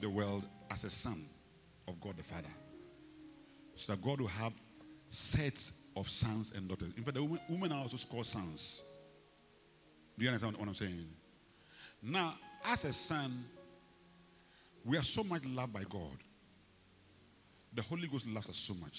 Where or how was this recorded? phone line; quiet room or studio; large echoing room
large echoing room